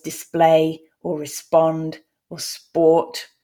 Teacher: For example, if you think of the words display or respond or sport if we think about the sound that that letter P actually produces, we notice that it's a voiced B sound rather than a voiceless P sound · Term: sp clusters